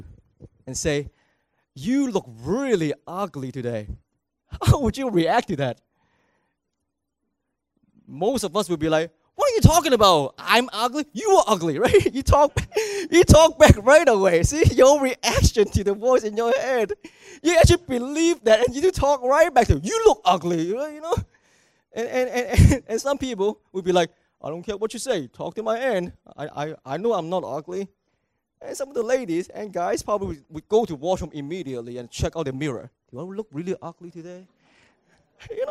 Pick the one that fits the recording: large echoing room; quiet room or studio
large echoing room